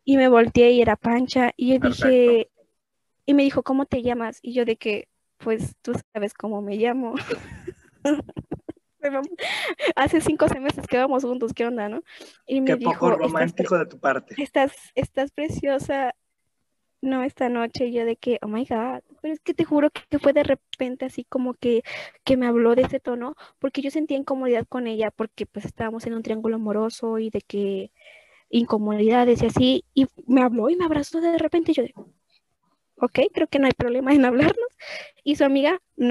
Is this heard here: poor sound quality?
yes